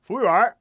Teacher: the woo almost gets lost in the whole thing · Term: the Beijing accent